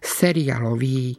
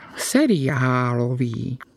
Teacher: správna podoba by mala byť s dlhým A · Shown in: second take